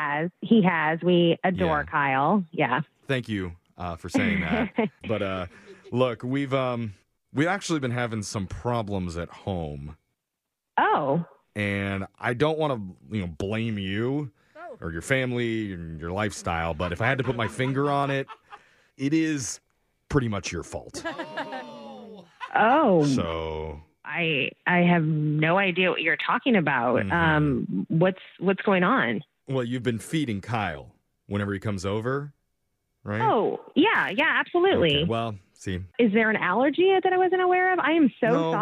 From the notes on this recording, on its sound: Phone Tap